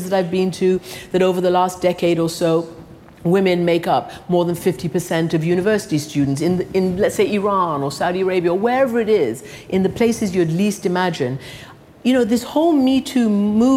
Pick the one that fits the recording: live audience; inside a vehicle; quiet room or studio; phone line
live audience